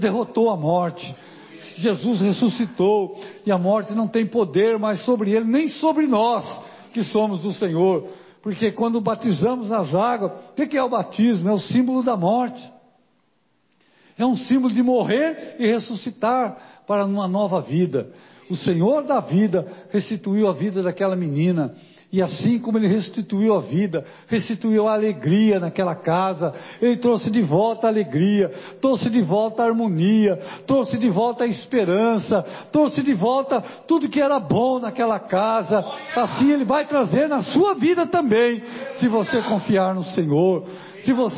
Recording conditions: large echoing room